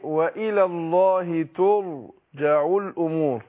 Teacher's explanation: الراء هنا طبعا مفخمة عشان ساكنة وما قبلها إيه مضموم